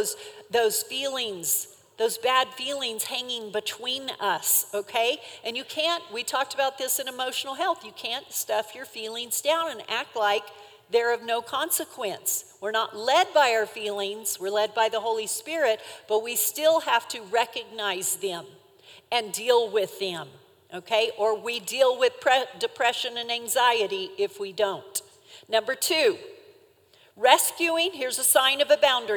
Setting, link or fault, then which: setting, live audience